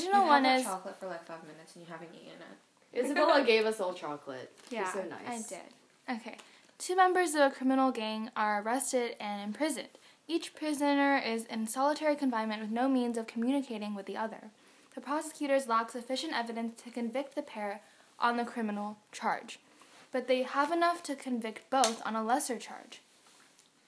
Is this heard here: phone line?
no